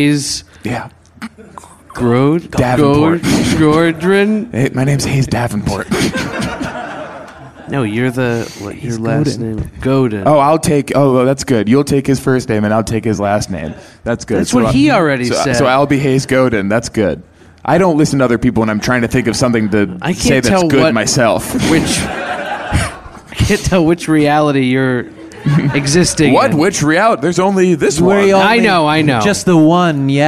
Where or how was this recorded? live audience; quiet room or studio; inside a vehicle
live audience